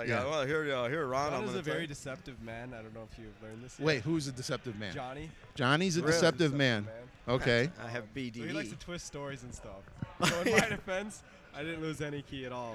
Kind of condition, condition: setting, busy venue